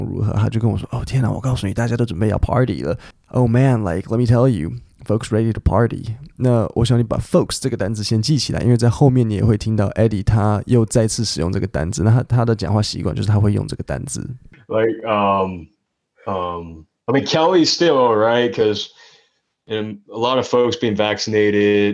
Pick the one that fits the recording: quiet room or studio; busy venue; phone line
quiet room or studio